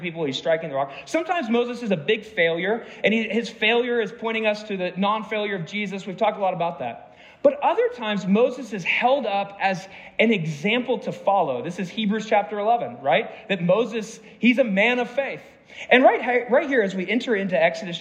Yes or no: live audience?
yes